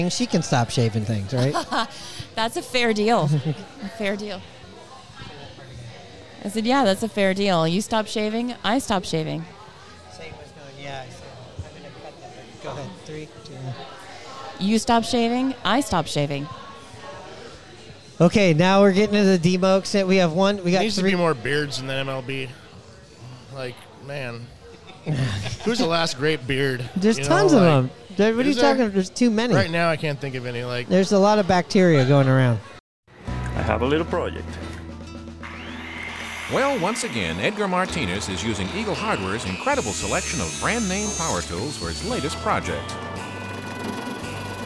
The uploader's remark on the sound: Recorded at Murphy's Pub in Wallingford.